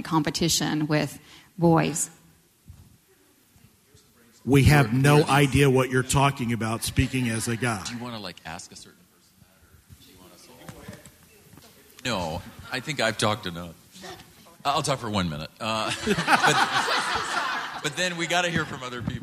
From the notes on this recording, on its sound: A live panel recording of Professionals and Community Leaders.